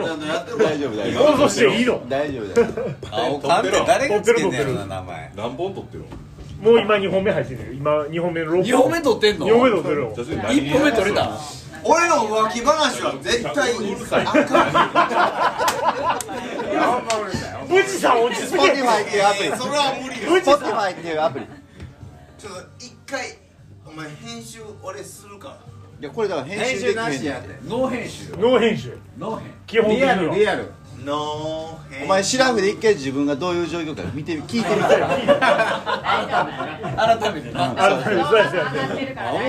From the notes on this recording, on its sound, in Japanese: 高校時代のバスケ部忘年会の模様垂れ流し。おっさんの酔っ払いの会話です。そのままの様子が1番面白いかなと思い、録音中は敢えてわたくしもほぼ登場しませんし。